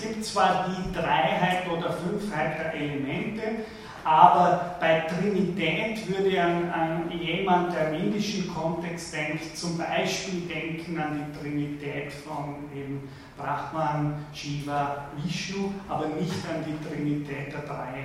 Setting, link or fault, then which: setting, large echoing room